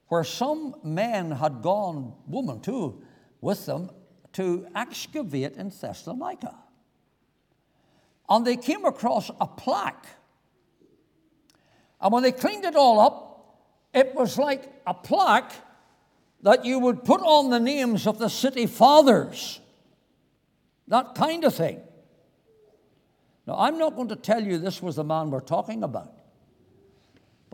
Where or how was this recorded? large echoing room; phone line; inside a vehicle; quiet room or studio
large echoing room